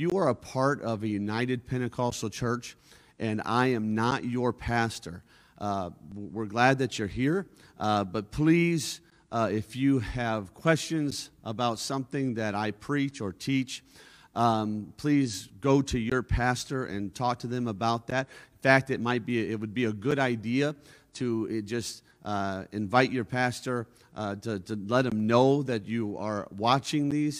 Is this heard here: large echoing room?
yes